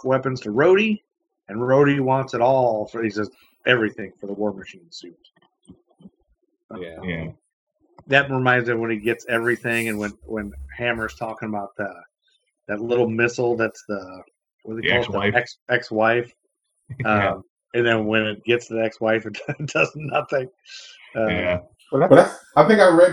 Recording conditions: poor sound quality